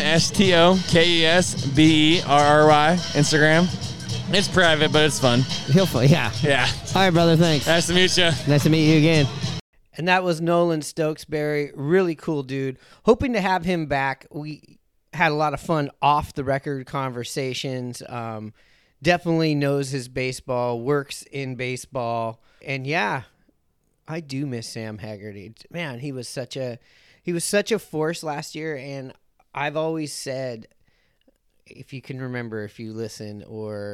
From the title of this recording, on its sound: Recorded from Pioneer Tacos & Tequila!